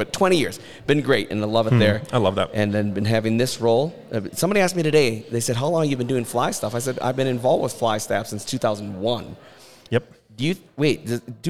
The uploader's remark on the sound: LIVE at FLY. Record on-site at the 2023 FLY Convention in front of a live audience. Attendees ask questions.